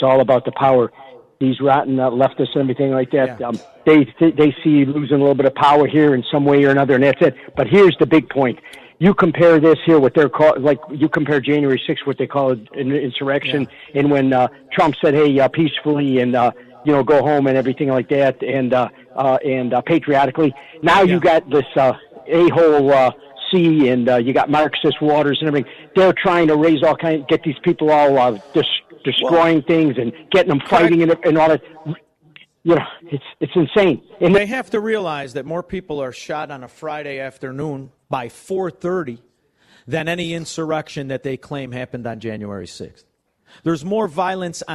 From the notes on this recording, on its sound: LIVE from Mistwood Golf Course today and the Annual AM560 Golf Outing